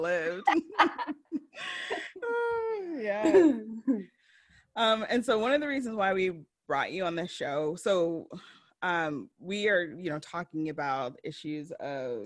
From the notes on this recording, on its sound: You'll hear us breathing deeply a lot in this episode. We recorded this episode on Zoom, so the audio might be spotty in some instances.